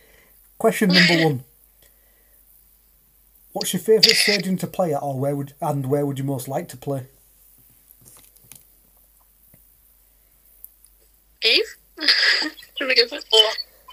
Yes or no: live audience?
no